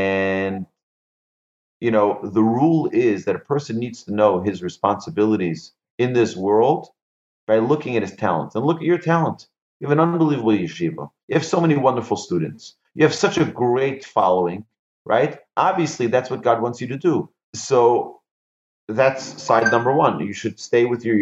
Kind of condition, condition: link, video call